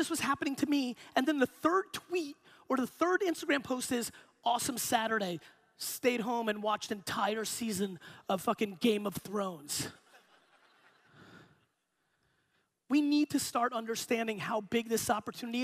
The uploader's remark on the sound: Inbound 2016 Boston Keynote. Today’s episode is a keynote that I gave in 2016 at the Inbound conference in Boston.